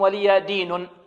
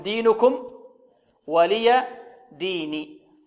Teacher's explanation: ديني، لكم دينكم ولي ديني، فالنون هنا مكسورة وليست مضمومة · Shown in: second take · ربما يظن البعض أنها ما أنها ربما تكون مرفوعة، لكم دينكم ولي دين، وهذا خطأ.